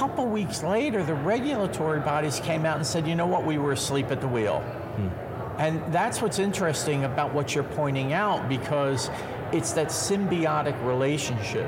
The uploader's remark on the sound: LIVE FROM MONEY 20/20